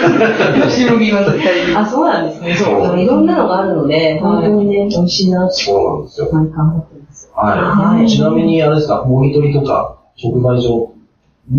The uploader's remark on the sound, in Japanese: 録音機器の不具合によりお聞き苦しい音声になっております事、 お詫び申し上げます。松戸市役所がお送りする「やさシティ チャンネル」。